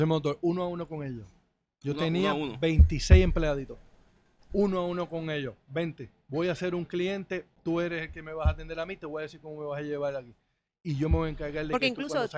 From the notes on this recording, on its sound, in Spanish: visitaron el nuevo local de SOBAO by Los Cidrines en Santurce